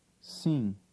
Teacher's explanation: The final M is silent, but signals a nasal sound.